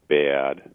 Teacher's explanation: our a vowel, depending on the context, will be more diphthongal and longer